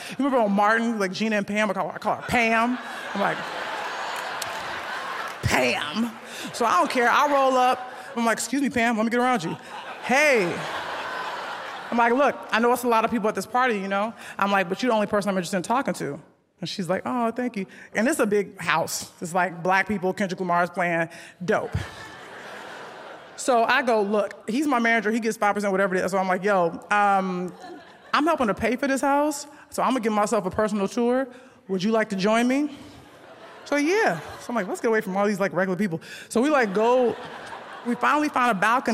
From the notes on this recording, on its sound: It’s a special live(ly) edition of the DPD, recorded in front of a sold-out L.A. Crowd!